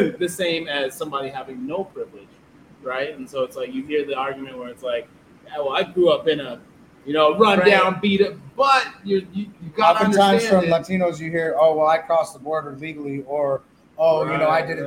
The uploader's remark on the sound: Live from Shisha Leafa